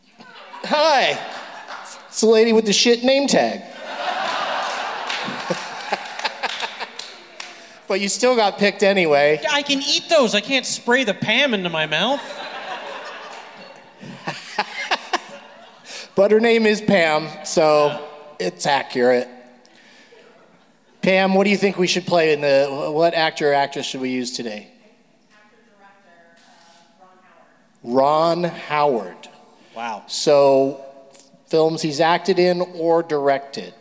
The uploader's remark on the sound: Live from the Millennium Biltmore Hotel in Los Angeles. A special LA Podfest edition of the show.